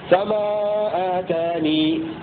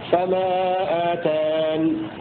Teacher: هذا الإثبات بإثبات الياء، أو يقفون بحذفها فما آتان، هذا لقالون وأبي عمرو وحفص. · Term: الحذف والإثبات